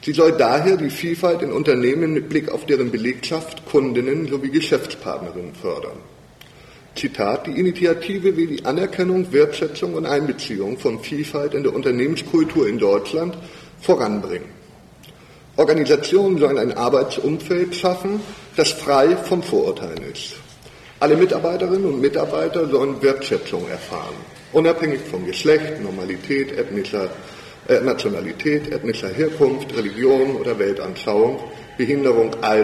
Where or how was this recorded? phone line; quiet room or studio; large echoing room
large echoing room